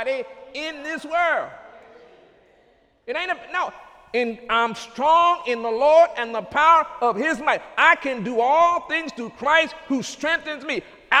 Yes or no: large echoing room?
yes